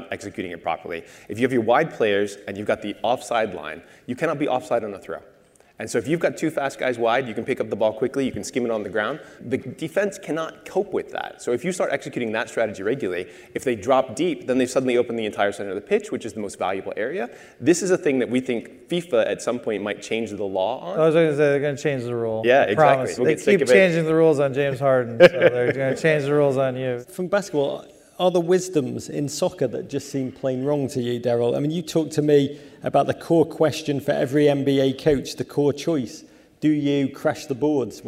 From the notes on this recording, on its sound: hosts a panel at the MIT Sloan Sports Analytics Conference